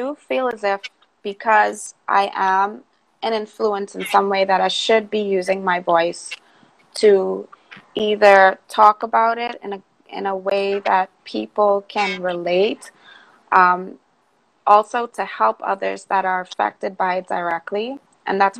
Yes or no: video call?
yes